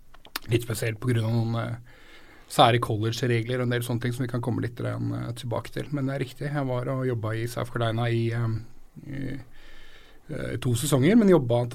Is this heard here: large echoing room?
no